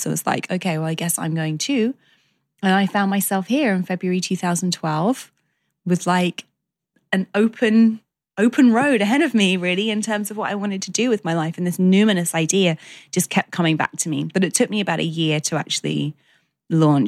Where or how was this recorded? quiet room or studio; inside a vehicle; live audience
quiet room or studio